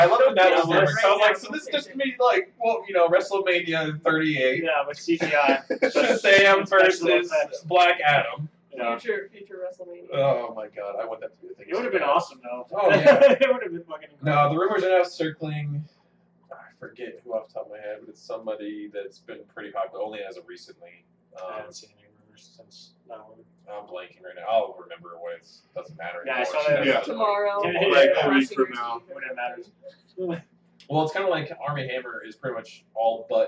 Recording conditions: poor sound quality